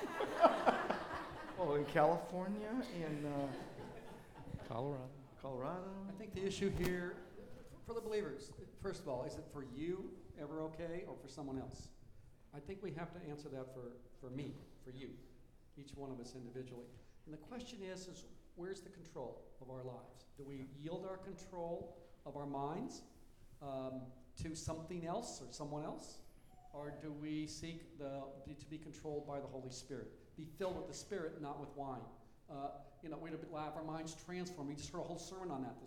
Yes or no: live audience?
yes